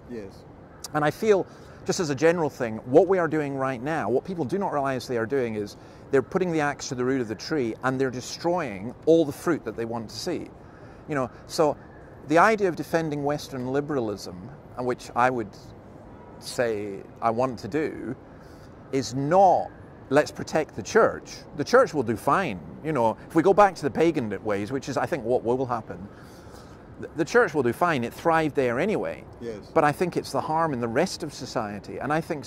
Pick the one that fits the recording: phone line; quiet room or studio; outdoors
outdoors